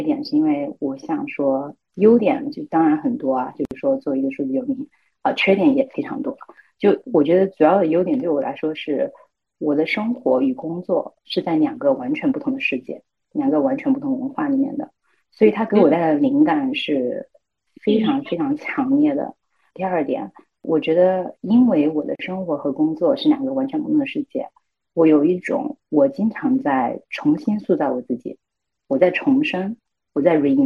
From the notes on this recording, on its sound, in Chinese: 因为需要远程录制，我们使用的是腾讯会议的录制功能。最后出来的录音效果不是很好，只能说我尽力了，实在抱歉。